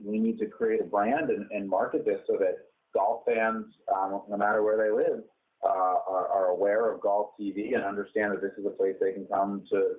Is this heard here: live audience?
no